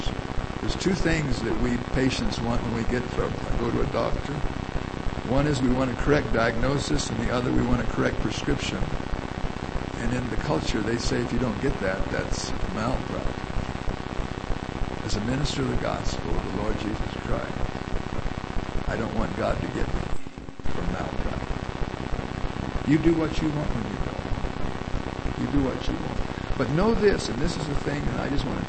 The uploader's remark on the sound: Due to technical difficulties, the quality of this recording is extremely poor. There is much background static and hum.